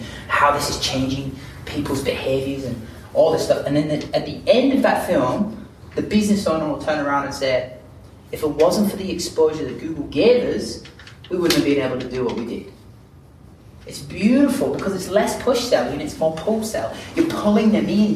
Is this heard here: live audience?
yes